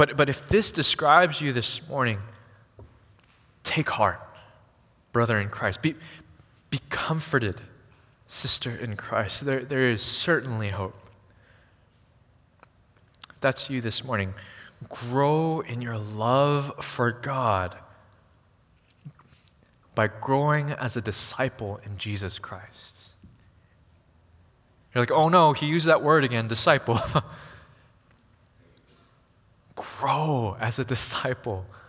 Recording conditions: large echoing room